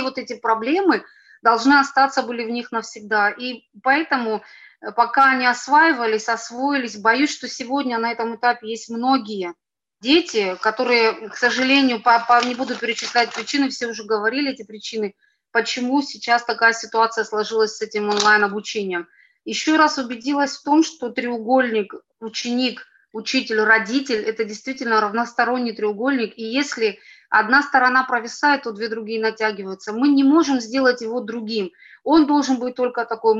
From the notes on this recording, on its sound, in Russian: Вторая часть Дискуссионного клуба, прошедшего 18 декабря на платформе ZOOM. Поскольку встреча вышла довольно продолжительной, запись была разделена на два подкаста.